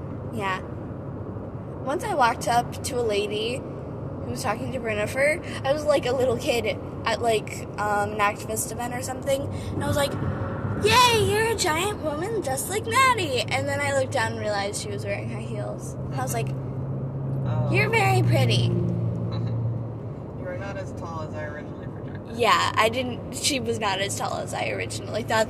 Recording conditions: inside a vehicle